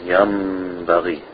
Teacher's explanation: the iqlab is changing the noon to the meem, and then the meem is followed by the letter ba